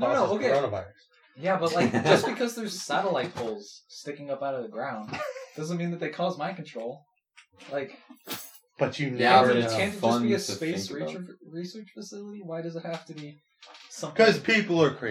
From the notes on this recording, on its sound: Sorry for the bad audio we had some mic trouble.